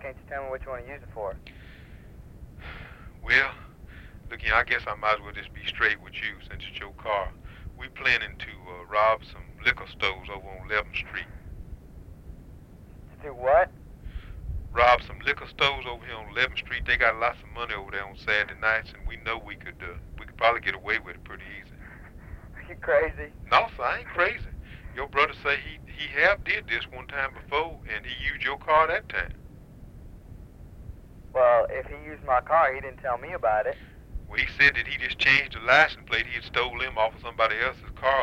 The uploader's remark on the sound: RBCP's Personal Prank Phone Calls Collection